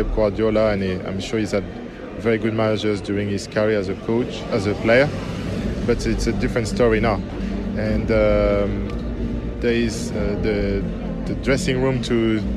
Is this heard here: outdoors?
yes